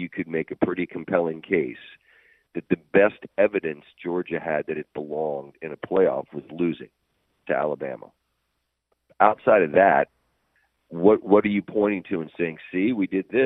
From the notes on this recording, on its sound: called in from vacation